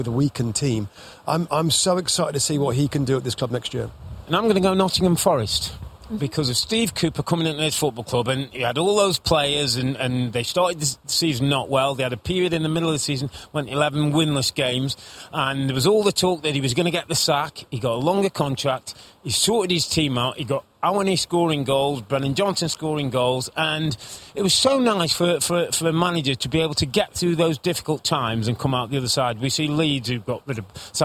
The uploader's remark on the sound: Championship Sunday Live From Goodison Park.